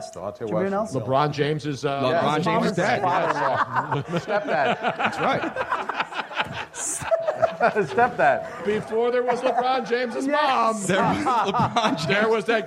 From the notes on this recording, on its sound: We came out firing with a great mid February crowd and crazy show at Comedy Sports Philly.